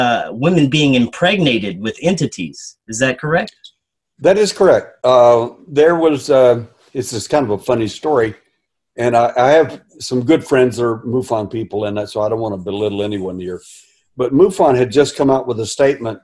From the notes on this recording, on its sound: Food Forest Abundance Zoom Meeting